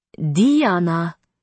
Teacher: Isabeau said it with a long E rather than an I, and an emphasis on the first rather than the second syllable.